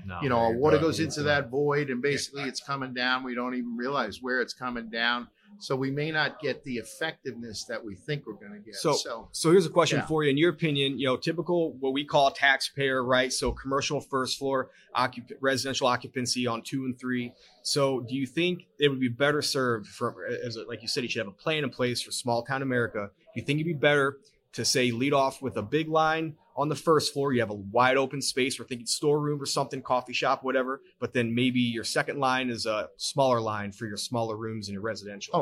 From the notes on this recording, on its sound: Live at FDIC.